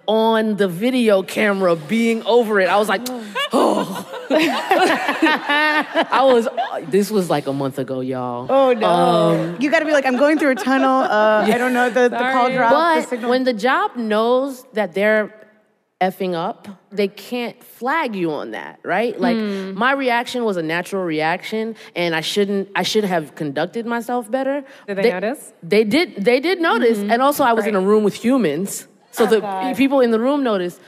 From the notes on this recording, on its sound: We recorded this episode live onstage at Werk It, the women’s podcasting festival from WYNC Studios, earlier this month at the Ace Hotel in Los Angeles.